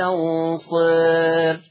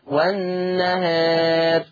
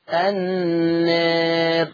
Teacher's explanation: يترتب على تقليل الألف ترقيق الراء وقفا